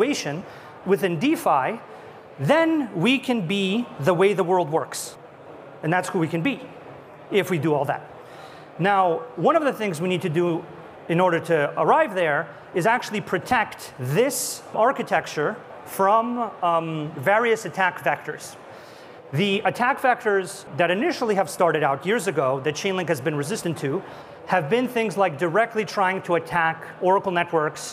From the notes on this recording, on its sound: A Consensus 2023 panel